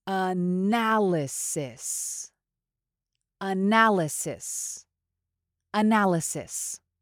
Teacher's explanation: You can emphasize the second syllable, na.